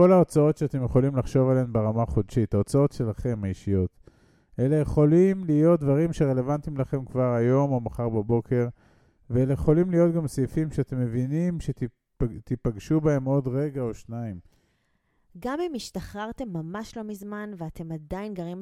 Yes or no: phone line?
no